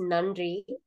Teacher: That's that D at the top of your palate.